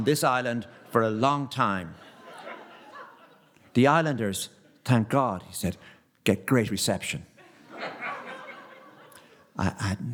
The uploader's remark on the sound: Delivered his first annual lecture on 6th November 2022 in Town Hall Theatre Galway. We are delighted to be able to share a recording of this extraordinary evening.